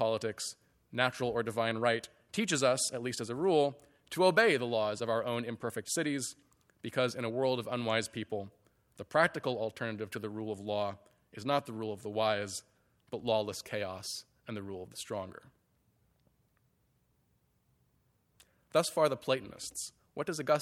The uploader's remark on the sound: Audio recording of a lecture. As part of the Formal Lecture Series.